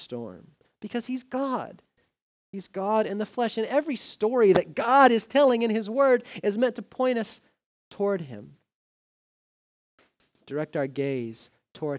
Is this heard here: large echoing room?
yes